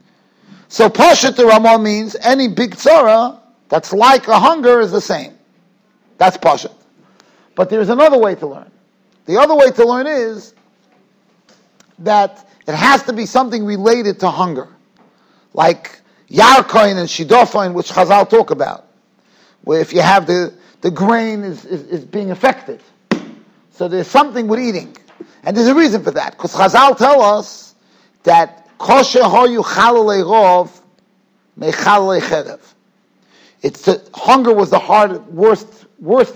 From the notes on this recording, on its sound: Shiur recorded in Yeshivas Ohr Reuven, Monsey, NY